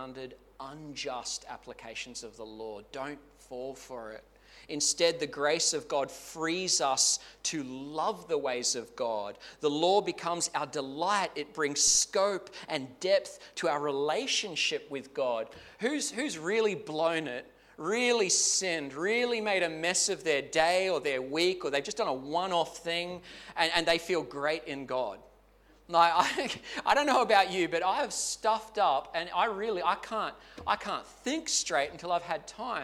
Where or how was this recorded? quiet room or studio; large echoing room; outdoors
large echoing room